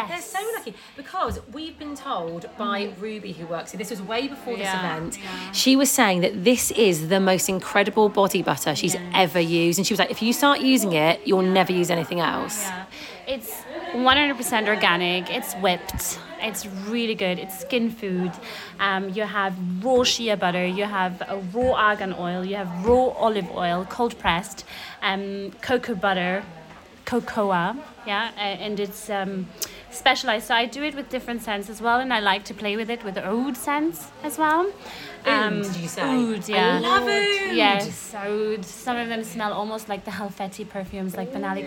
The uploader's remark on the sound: We are live from Hair Union in Sheffield.